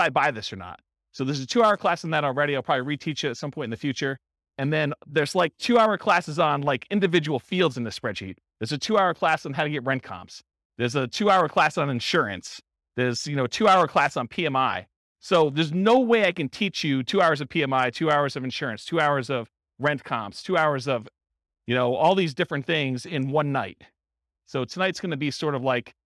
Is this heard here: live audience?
yes